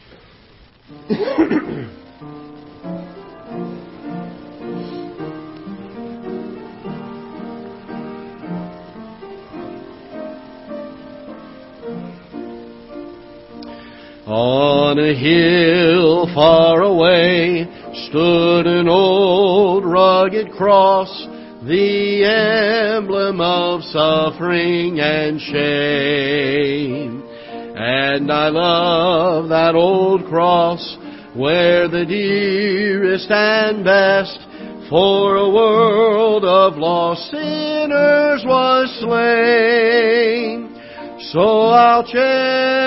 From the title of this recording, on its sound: Ketha Heights Baptist Church ~ Live Broadcast